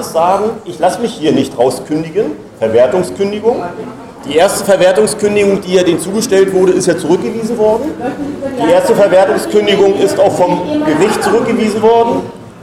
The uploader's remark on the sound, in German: Mitschnitt einer Info-Veranstaltung im Berliner Abgeordnetenhaus zum Thema Obdachlosigkeit.